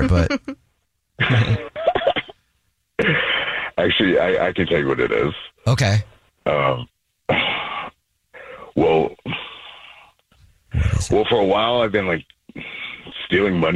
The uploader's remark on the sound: There's a man on the phone